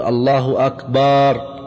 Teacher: إذن هذا من الأخطاء، مد الهمزتين أو إحداهما هذا خطأ من الأخطاء التي يقع بها بعض المؤذنين. أيضا من الأخطاء مد الباء في أكبر، يقول الله أكبر، وهذا أيضا خطأ، لأن أكبر جمع كبر والكبر هو الطبل، إذن هذا لحن فاحش يحيل المعنى.